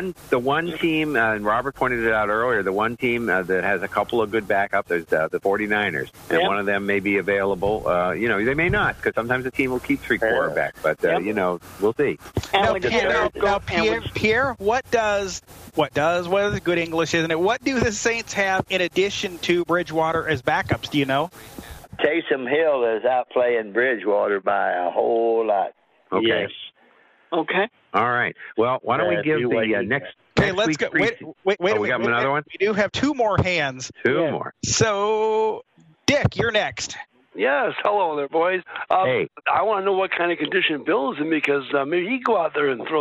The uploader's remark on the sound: take your live calls